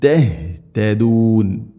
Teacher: തഹ് തൊണ്ടയുടെ താഴെ ഭാഗമാണ്